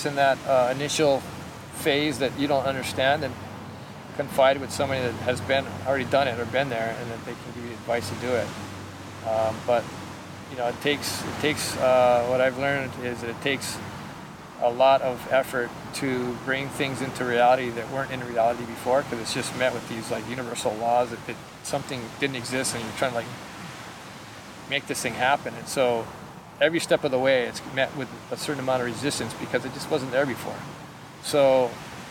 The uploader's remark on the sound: Recorded on Sunset Beach in March 2020